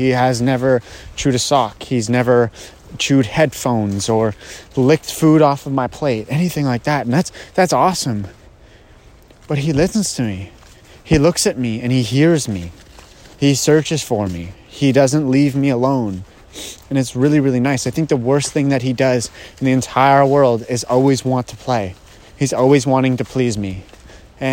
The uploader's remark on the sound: My Voice Memos. I actually do a lot of thinking when I come out here. I decided to record a voice memo about all the thoughts I had while out here.